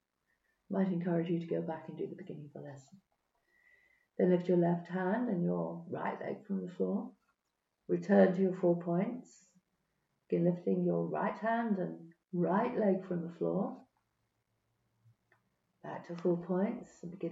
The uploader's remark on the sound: Sorry but the quality of the recording isn't so good, the yeti microphone may not have been picked up by audacity, typical tech issues !